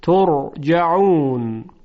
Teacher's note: در این مثال قبل از را ساکن ضمه هست، ترجعون، یعنی هیچ وقت نمیگوییم ترجعون، ترقیق نمی کنیم، بلکه با صدای درشت تلفظ میشه · Term: تفخیم